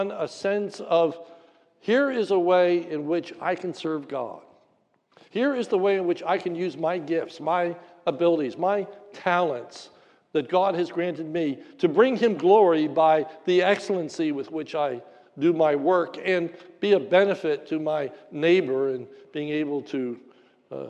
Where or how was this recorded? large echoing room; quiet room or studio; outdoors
large echoing room